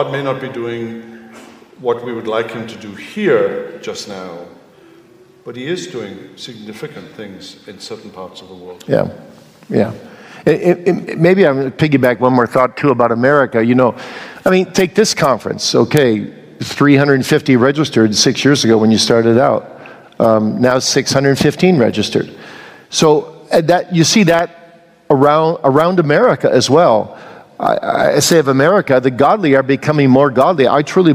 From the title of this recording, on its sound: Q & A from the 2022 Boise Reformation Conference